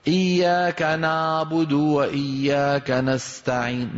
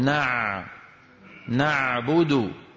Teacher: العين برجوع لسان المزمار صار في عندنا تضيق في الحلق · Shown in: second take · Term: العين الفصيحة